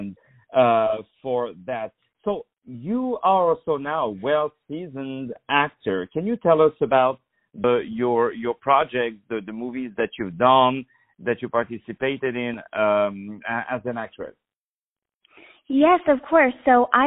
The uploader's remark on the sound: On the phone.